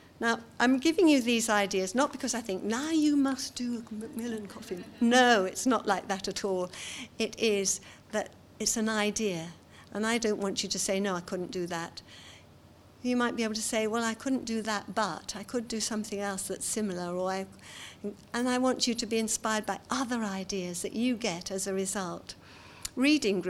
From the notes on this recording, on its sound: seminar from the 2018 Authentic conference